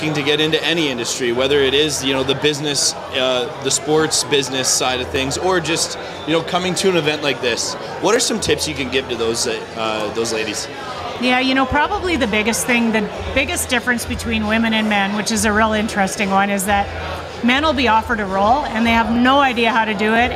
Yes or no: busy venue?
yes